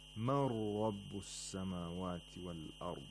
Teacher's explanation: in the phrase rabbu samawat, we have a sun letter after the alif lam in the word as samawat. So the lam is not pronounced. Instead, the sun letter becomes mushaddad. · This is idgham without nasalization. So we don't nasalize the ra.